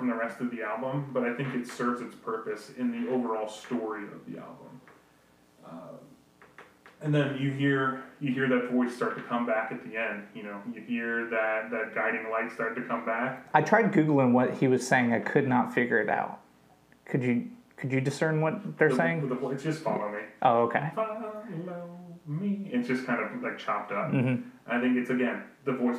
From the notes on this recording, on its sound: We apologize for the audio quality in this episode. It was a mishap that we attempted to correct but we realize the audio is not near the quality OTBC normally would like to post.